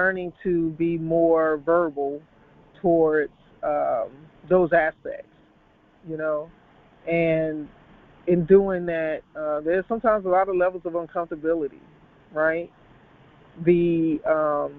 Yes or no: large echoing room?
no